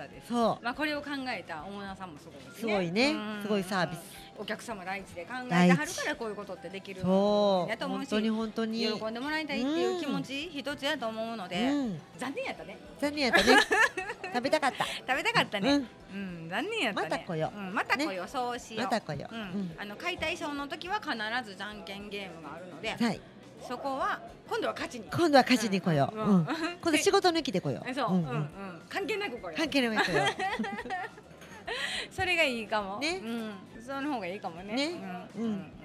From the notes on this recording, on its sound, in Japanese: 炭火焼肉・ステーキ萬華様。解体ショー&じゃんけんゲーム実況最高級のお肉を存分にいただきながらの収録でした。